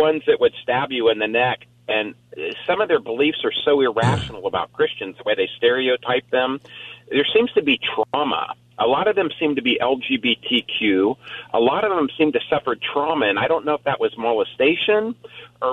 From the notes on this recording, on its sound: Open Phone Friday. Taking calls on any topic.